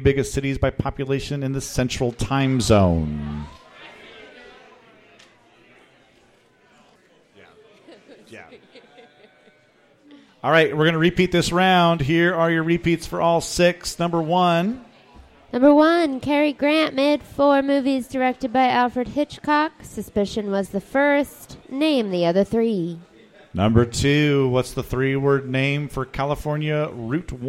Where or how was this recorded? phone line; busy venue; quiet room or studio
busy venue